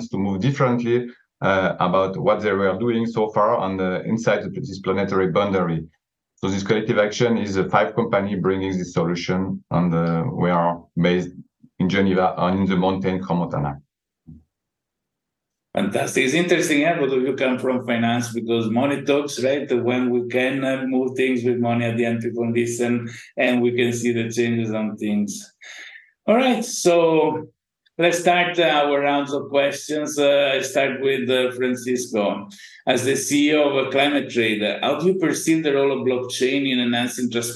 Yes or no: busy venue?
no